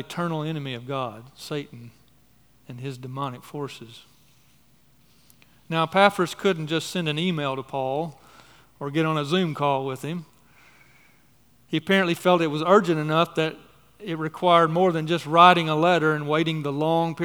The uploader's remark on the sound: on the morning of July 9, 2023, at Chaffee Crossing Baptist Church in Barling, AR.